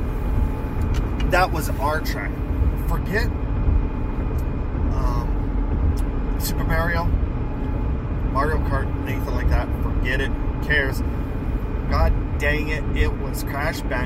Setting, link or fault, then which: fault, background noise